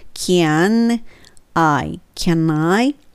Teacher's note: ちょっと鼻声になりますよね。Can I のねねねってつくので